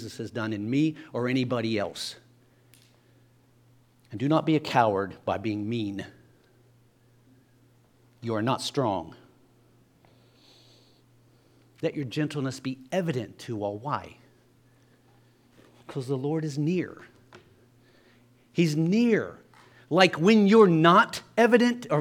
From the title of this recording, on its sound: LIVE Services at Sunshine